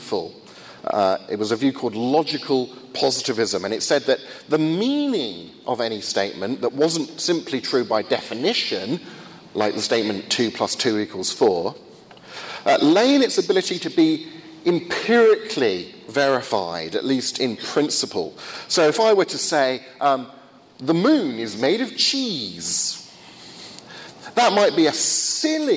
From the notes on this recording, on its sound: First of two lectures at a conference in Finland